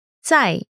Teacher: 在 is fourth tone, the falling tone.